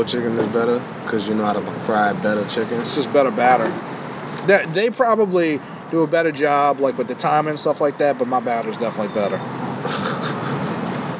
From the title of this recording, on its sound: Live From Bayou Hot Wings